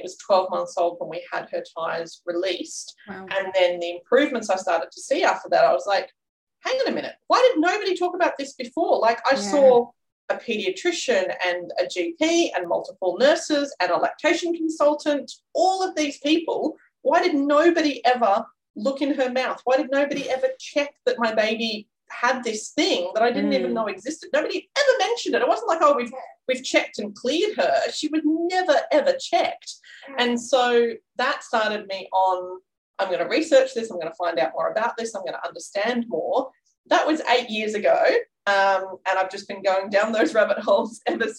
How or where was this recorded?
video call